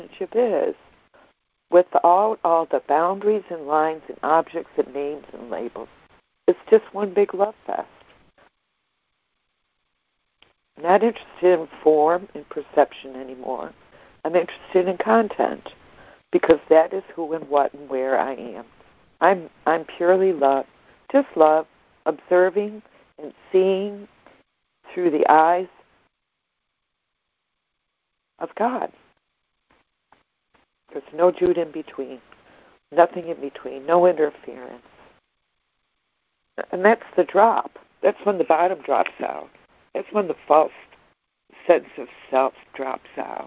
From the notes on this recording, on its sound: ACIM Daily Conference Call